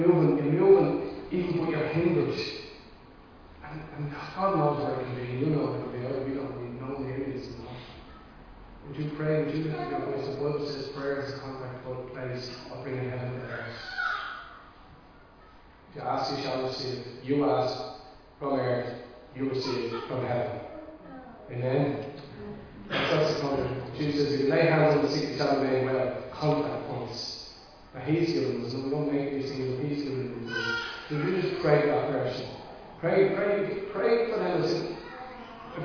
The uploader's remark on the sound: Recorded live in Liberty Church on 27 March 2022